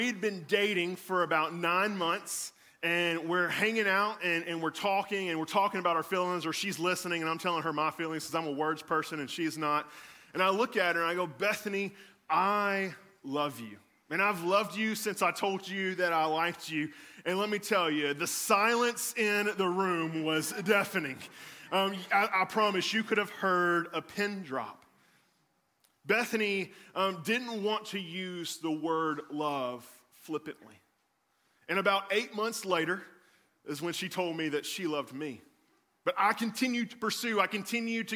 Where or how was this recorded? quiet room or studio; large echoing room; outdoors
large echoing room